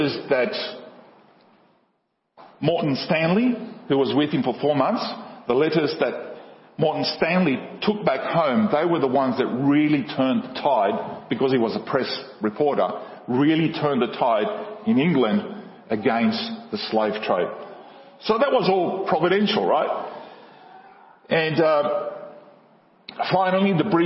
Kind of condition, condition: setting, large echoing room